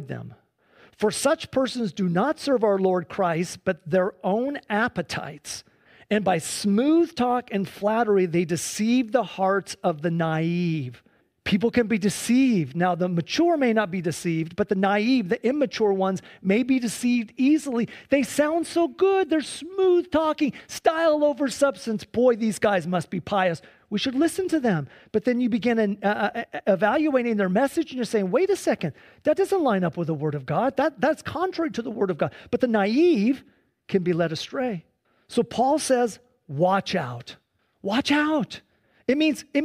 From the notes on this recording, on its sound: Sunday church service livestream